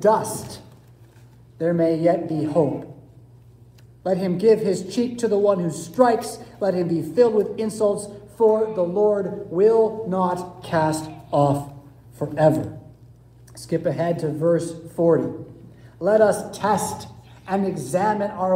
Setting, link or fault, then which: setting, large echoing room